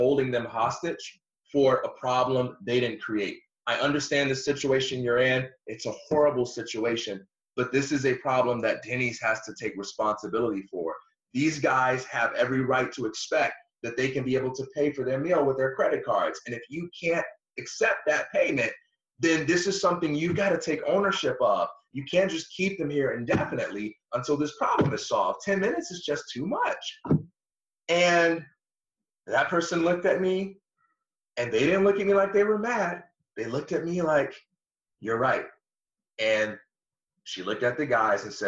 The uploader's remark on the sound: Some weird audio issues going on today, so we were forced to switch platforms and it resulted in some imperfections in sound.